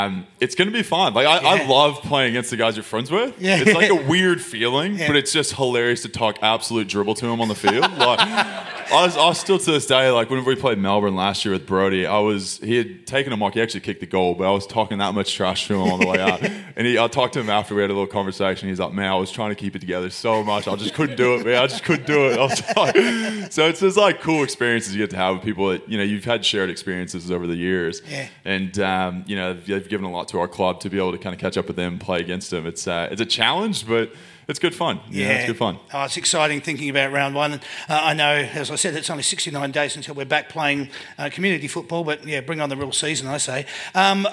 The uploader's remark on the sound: That's Good for Footy panel show LIVE from the Italian Sports Club in Werribee